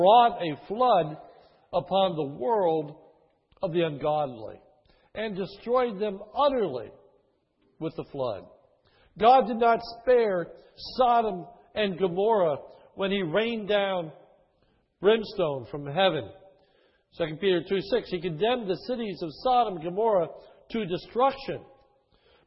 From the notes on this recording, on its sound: His is a sermon recorded at the Lebanon Bible Fellowship Church, in Lebanon, PA, on 12/19/2010 during the morning service.